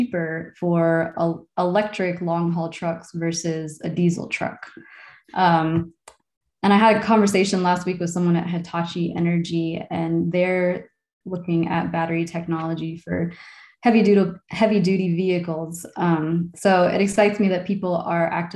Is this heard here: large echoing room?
no